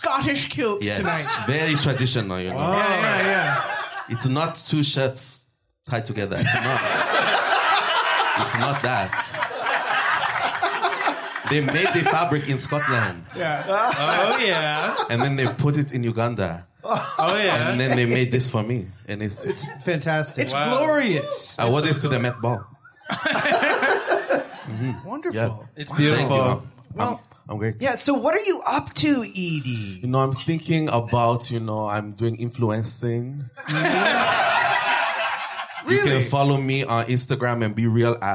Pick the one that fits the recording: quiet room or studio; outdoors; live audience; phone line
live audience